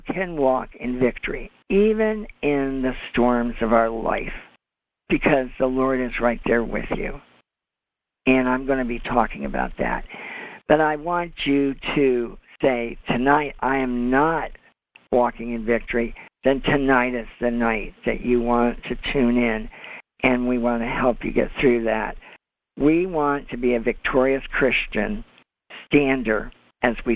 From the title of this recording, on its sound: CONFERENCE CALL